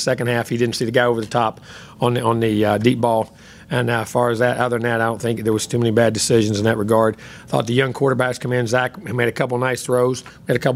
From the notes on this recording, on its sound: press conference following the 62-3 win over Lamar at Kyle Field